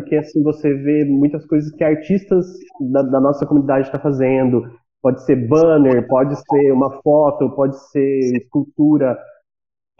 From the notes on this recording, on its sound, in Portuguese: Apesar da pouca qualidade do áudio por estarmos gravando na pandemia.